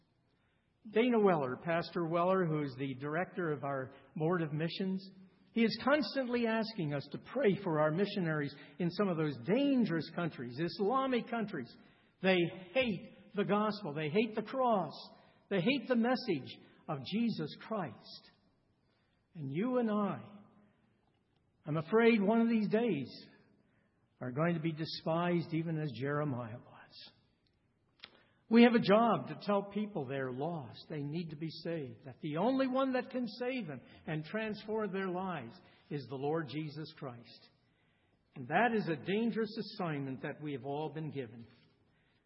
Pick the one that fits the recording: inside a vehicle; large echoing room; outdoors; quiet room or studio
large echoing room